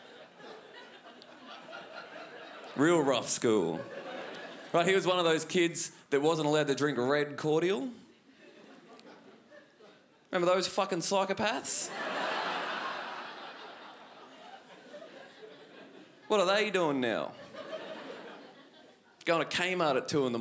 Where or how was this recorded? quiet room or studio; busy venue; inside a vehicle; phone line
busy venue